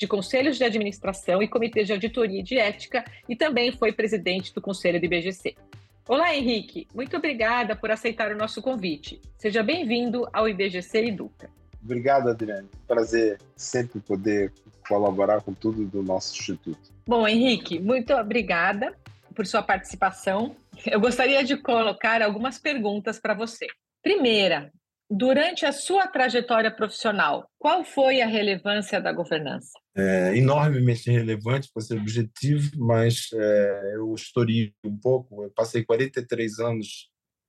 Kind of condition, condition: link, video call